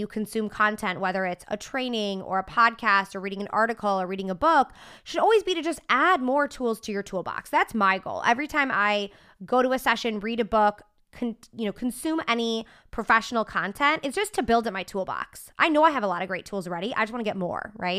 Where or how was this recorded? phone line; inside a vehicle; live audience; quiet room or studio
quiet room or studio